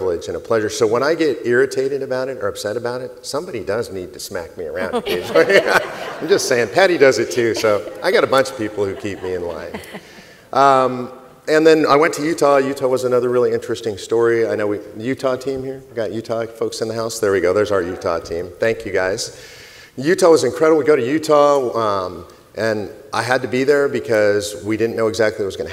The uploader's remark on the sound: This panel workshop was part of the 2019 COS Leadership Summit held in Colonial Williamsburg.